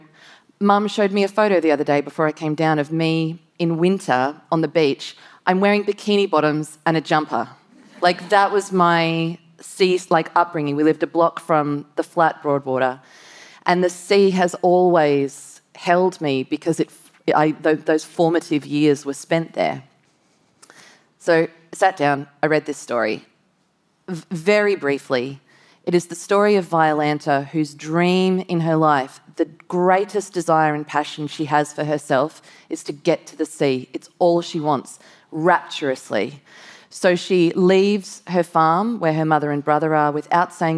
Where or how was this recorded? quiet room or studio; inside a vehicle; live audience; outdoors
live audience